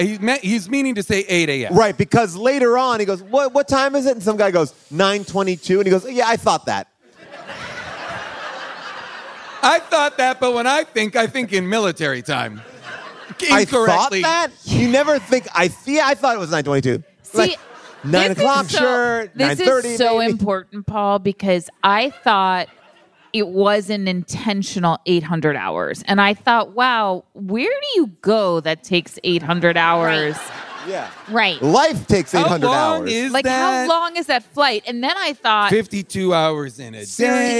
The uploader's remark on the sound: Recorded LIVE from Largo in LA.